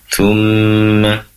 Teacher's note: di situ ada mim yang bertasydid, tentunya gunnah dibaca gunnah ya, mendengung